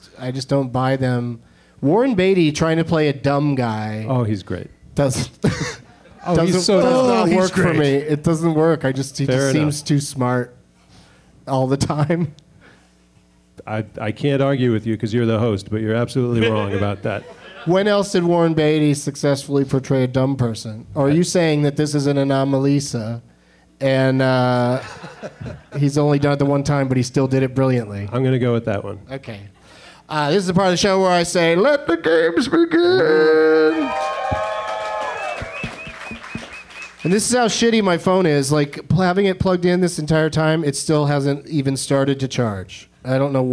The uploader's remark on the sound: Live from Austin's Fantastic Fest